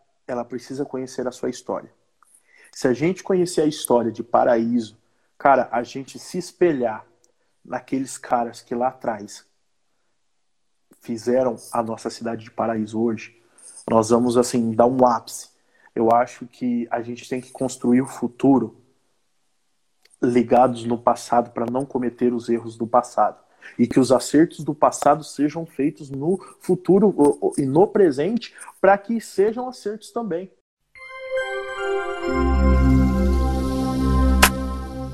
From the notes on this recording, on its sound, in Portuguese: Esse programa é uma gravação de uma live que aconteceu no instagram no dia 27/05/2020.